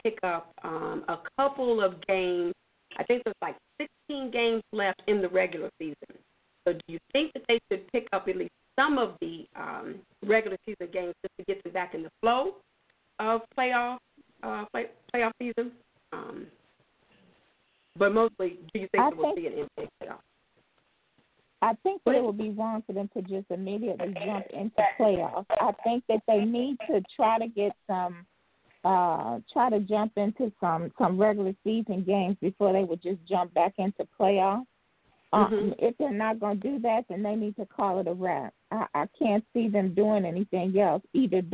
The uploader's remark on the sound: Your phone calls, comments, questions.